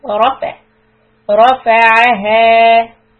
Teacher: Ra heavy, fa soft, rafa.